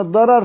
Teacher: أما كلمة ضرر ففخمت وإن كانت على نفس قاعدة كلمة شرر بسبب حرف الاستعلاء، كلمة ضرر فخمت بسبب حرف الاستعلاء